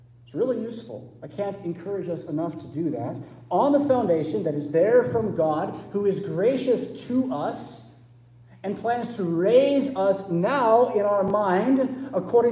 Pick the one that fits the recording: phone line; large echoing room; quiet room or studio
large echoing room